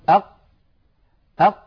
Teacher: تجدون بأنه لا يمر نفس أبدا ولا يمر صوت أبدا. أق ينقفل مخرجها انقفالا تاما، فهي حرف مجهور ليست من حروف الهمس، وهي حرف شديد لأنها من حروف أجد قطن بكت أجد قطن. · Term: القاف